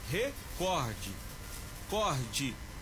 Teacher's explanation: A forma correta de escrita da palavra é recorde, com E no final, sem acentuação gráfica e com acentuação tônica na sílaba cor, sendo uma palavra paroxítona